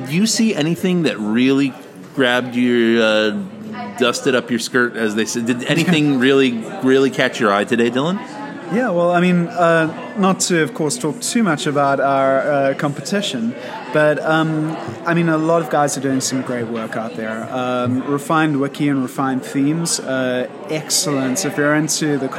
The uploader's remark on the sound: Coming at you live from San Jose and Atlassian Summit 2017